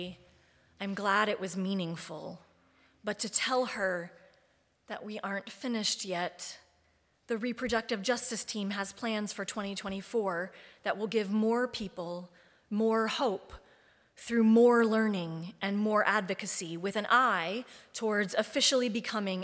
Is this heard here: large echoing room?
yes